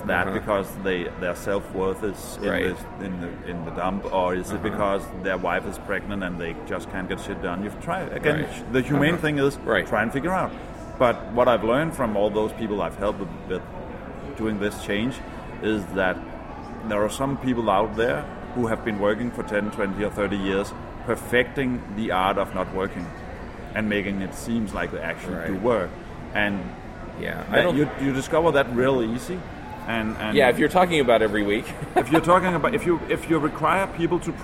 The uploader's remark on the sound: Live from MicroConf. At MicroConf 2016.